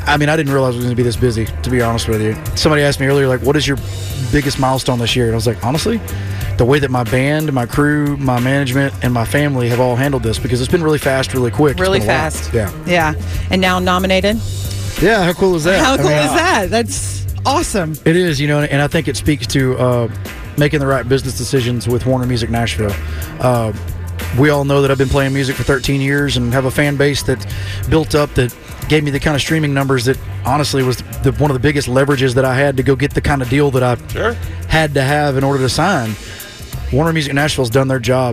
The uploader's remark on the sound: live from the CMA Awards in Nashville!